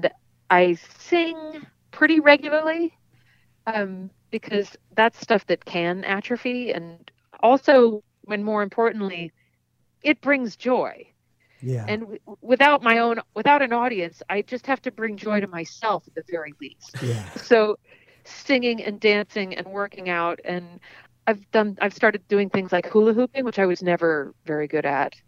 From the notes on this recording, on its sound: The Moisture Festival hits the phone lines.